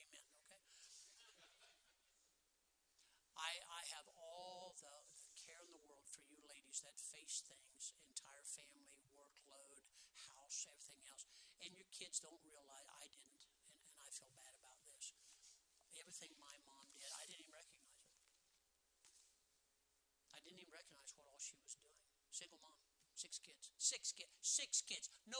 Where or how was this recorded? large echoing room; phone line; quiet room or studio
large echoing room